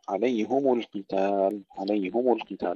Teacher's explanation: حمزة وخلف العاشر والكسائي ويعقوب يقرؤون بضم الهاء